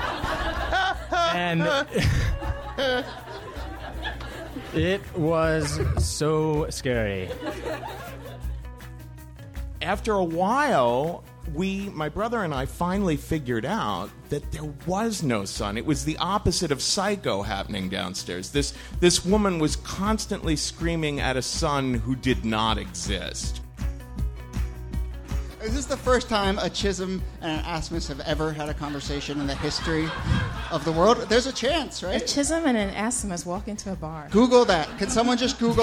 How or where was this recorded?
live audience